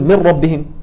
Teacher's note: النون مع الراء ادغام بغير غنه، انما في طريق تاني بيدغم كله بيتضغم معاه.